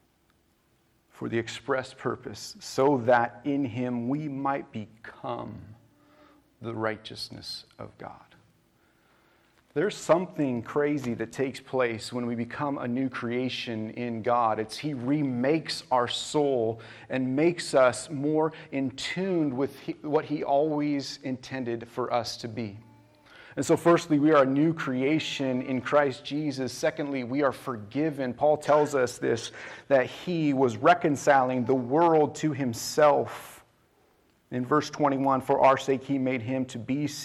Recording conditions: large echoing room